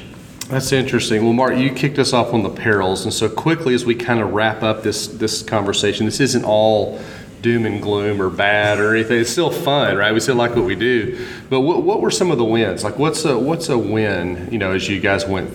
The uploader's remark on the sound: the second “live” recording live from the Healthcare Internet Conference